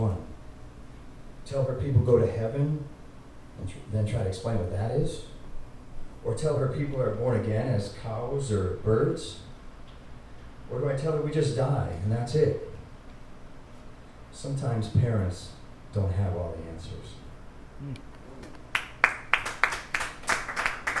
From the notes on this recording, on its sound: at the first Brass Tacks open mic on July 17, 2018 at The Low Beat in Albany, NY